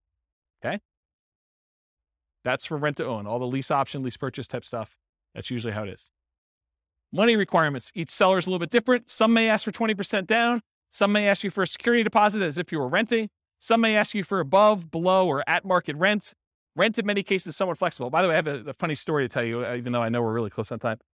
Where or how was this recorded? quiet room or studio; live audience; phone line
live audience